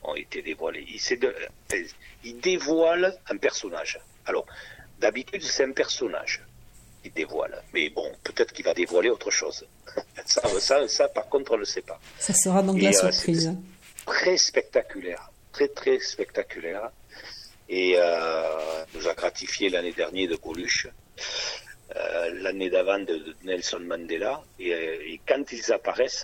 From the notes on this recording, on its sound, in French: Entretien téléphonique